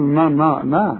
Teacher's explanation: النون دائما مرققة والمد كمان بتاعها مرقق